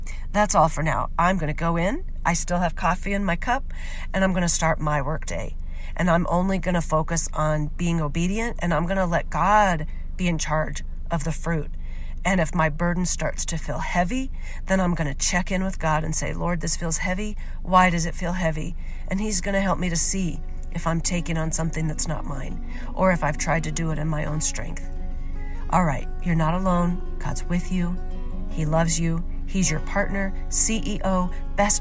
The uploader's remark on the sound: Your First Car-ride Episode, and Yes, I’m Still Sick. I couldn’t wait till I got home to push record on this episode, so I recorded it on my way home. I promise my voice won’t always sound this way!